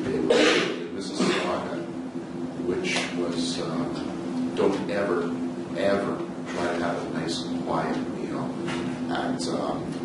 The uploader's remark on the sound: The Niche Agent hosts an amazing ReBarCamp event and we share the session with our listeners. They shared their insights and wisdom with the audience.